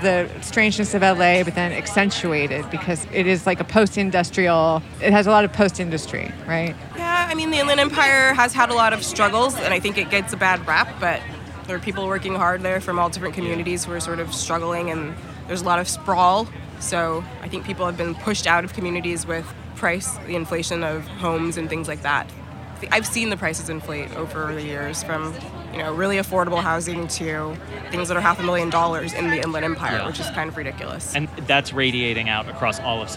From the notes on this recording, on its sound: It's our second show from the Los Angeles Times Festival of Books at USC